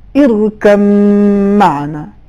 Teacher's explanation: دونوں حرف دونوں ہونٹ سے ادا ہوتے ہیں، لہذا ہم اس کو ادغام کی صورت میں تلفظ کریں گے ارکب معنا، بے کا تلفظ نہیں ہوگا.